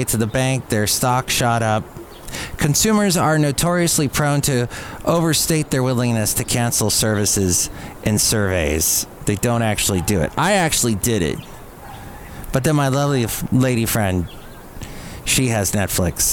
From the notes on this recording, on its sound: podcasts live from Café Anyway